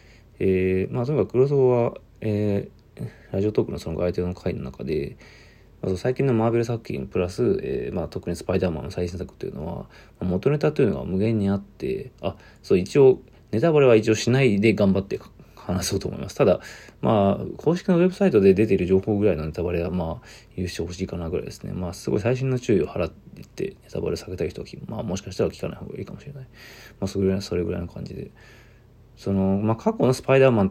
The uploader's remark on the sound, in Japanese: From Radiotalk。ボイスメモです。